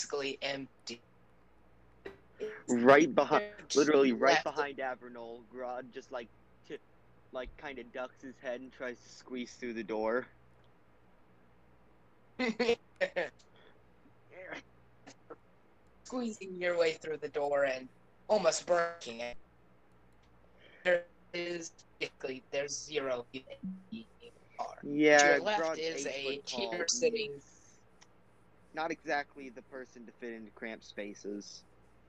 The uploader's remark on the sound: This session was recorded with the volume kinda low, so, sorry about that!